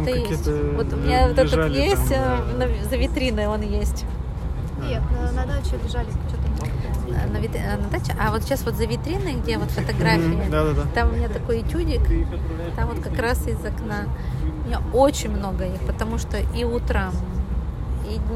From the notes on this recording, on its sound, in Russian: Живая запись из вагона электрички создаёт ощущение присутствия рядом во время беседы